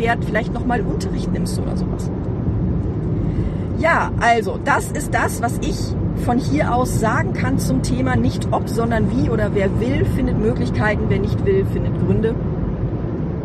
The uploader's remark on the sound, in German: Diese Episode ist ein bisschen anders als die anderen Episoden, weil ich sie im Auto aufgenommen habe.